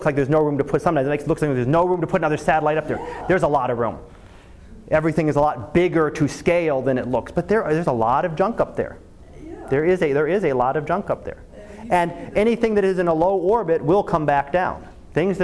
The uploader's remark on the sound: Live Class Lecture